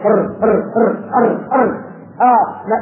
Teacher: ولذلك بتجد اللسان طرف اللسان يهتز يهتز كده عندما تنطق بالراء · Term: التكرير